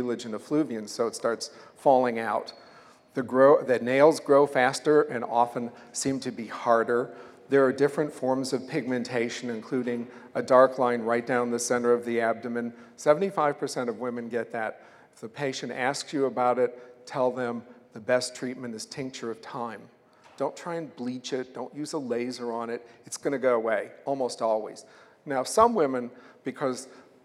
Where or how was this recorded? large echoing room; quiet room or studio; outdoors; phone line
large echoing room